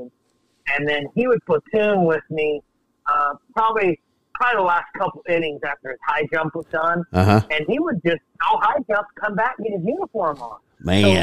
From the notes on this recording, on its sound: caught his breath long enough to give us a call in the garage